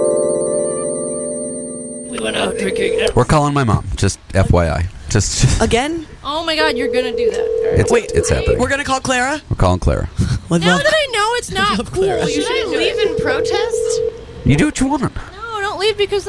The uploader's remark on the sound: He's heading off to the Burning Man event soon, here are a couple of phone calls he made to his mother at the event.